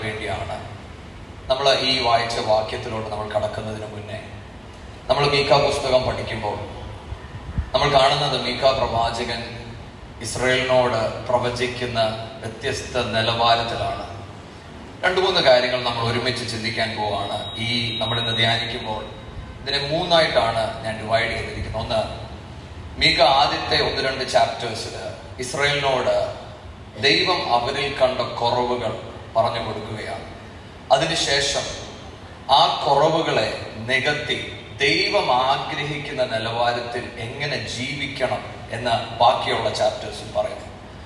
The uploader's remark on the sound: Sermon preached at IPC Tabor church